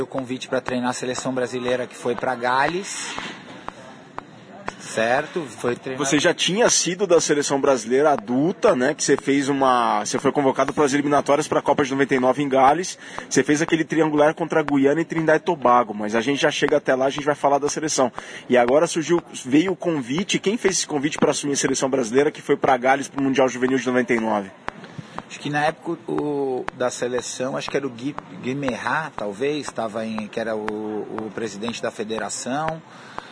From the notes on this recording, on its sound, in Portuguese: O papo, gravado em um café semanas atrás